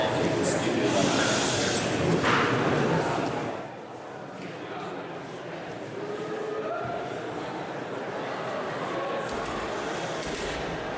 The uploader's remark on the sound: at the World Affairs Conference at Upper Canada College on February 4, 2014